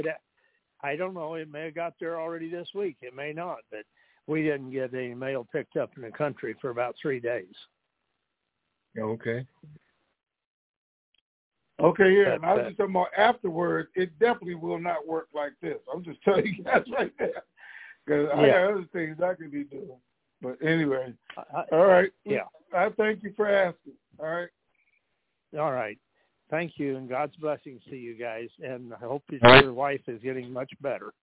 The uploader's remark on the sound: TNTSuperfantastic Conference Call